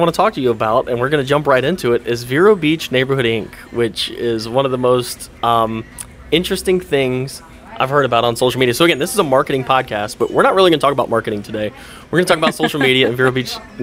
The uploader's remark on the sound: filmed on location at Beach Bum Bagels in Vero Beach, FL.